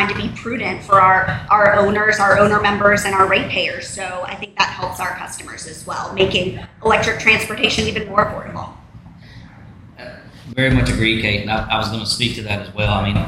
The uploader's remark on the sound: A special recording LIVE from the Electric Vehicle Fall Festival